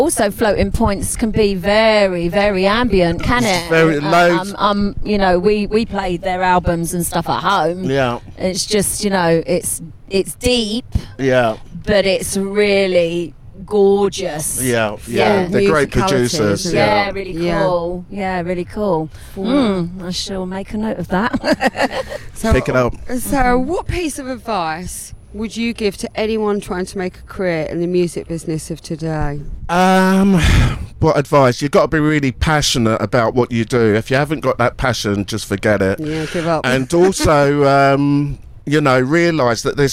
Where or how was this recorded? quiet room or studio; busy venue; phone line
busy venue